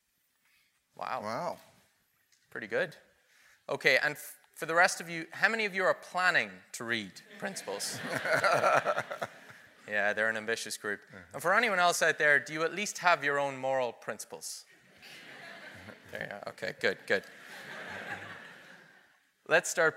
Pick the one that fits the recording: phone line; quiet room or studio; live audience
live audience